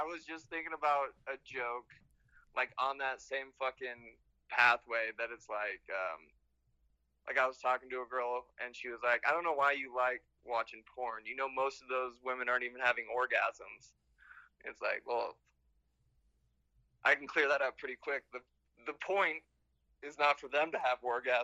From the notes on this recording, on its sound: joined over the phone